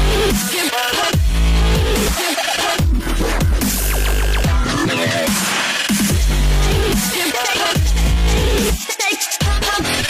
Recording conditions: poor microphone